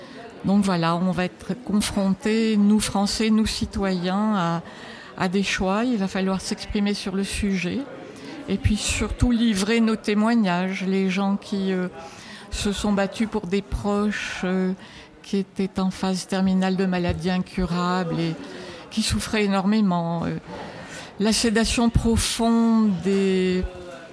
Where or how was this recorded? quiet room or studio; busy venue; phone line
busy venue